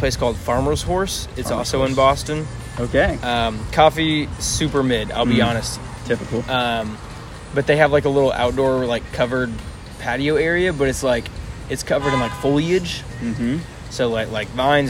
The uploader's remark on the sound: The boys are back together for a very special live recording outside Pax and Beneficia Coffee in Irving Texas. Although some background noise, we hope you enjoy.